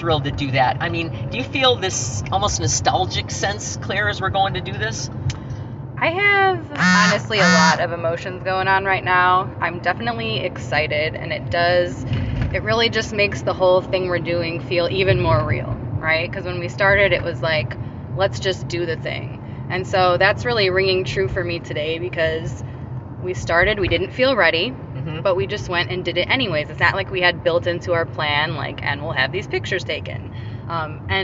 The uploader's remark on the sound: A snippet of their conversation in the car. On location in a vehicle, en route to their first Joyful Rebels photo shoot.